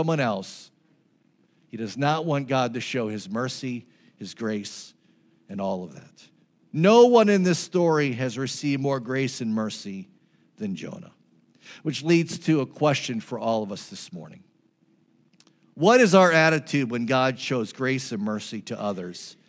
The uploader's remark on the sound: This message was preached on June 11, 2023 at FIVE39 Church.